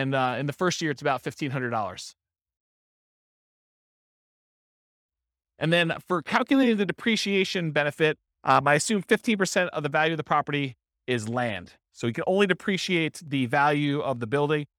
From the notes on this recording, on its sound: This was a live class recorded.